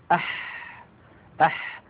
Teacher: الحرف الثاني الذي من وسط الحلق هو الحاء